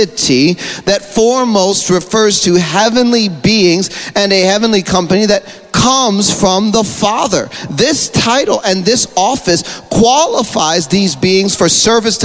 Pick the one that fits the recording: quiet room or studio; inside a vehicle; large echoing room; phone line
large echoing room